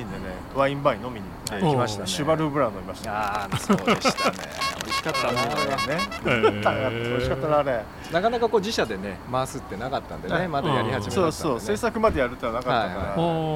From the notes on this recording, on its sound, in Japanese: 忘年会を兼ねて12月に某カフェのテラス席で収録したもの。3人でワイン飲みながら語り合います。